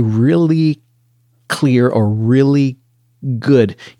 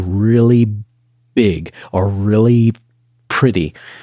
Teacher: you can hear from the shape of the vowels, even before you hear the next word, that I'm heading for that k or g sound · Shown in: first take